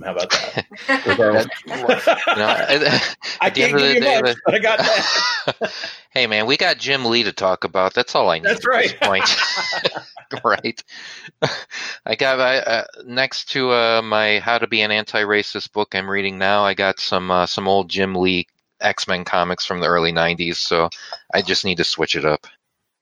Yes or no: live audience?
no